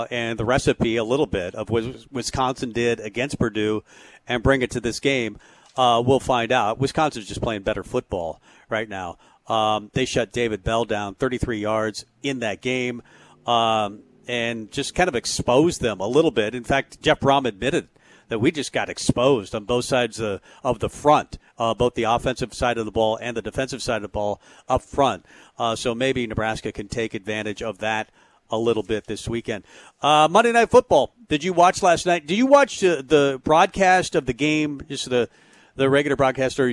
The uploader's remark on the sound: Tailgate Tuesday live from Chick-Fil-A.